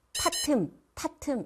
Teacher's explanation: 혀끝이 윗니 뒤쪽이나 윗니 뒤쪽 잇몸에 닿으면 디귿 소리가 나요. 혀 짧은 소리라고 하죠.